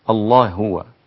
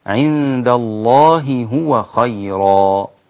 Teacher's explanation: لابد أن تظهر الهاء الأولى والثانية · Shown in: second take